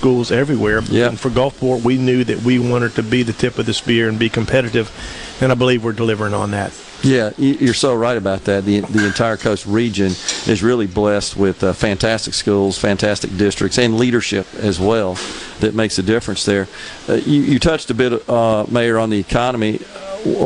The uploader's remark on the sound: MidDays is LIVE from Gulfport High School